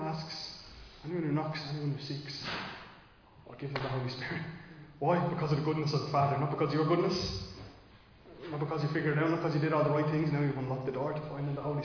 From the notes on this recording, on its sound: Recorded live in Liberty Church on 19 March 2023